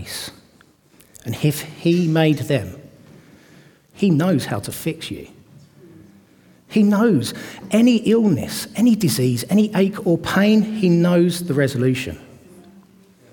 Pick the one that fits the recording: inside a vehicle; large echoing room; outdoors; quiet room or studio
large echoing room